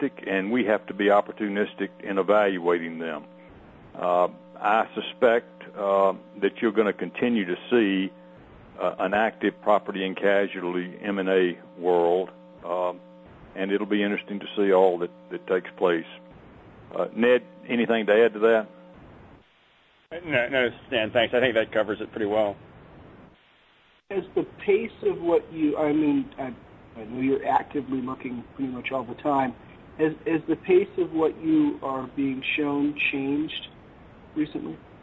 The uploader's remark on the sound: ProAssurance Earnings Conference Call